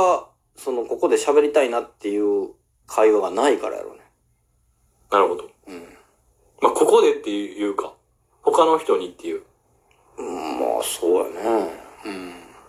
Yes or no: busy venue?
no